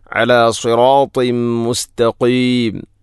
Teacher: അല സിറാത്തിം മുസ്തഖീം അല സിറാത്തിൻ ശേഷം തൻവീനു ശേഷം മീമ് വന്നാൽ ഇദ്ഗാം കാമിൽ. തൻവീനിനെ മീമിലേക്ക് ഇദ്ഗാം ചെയ്യണം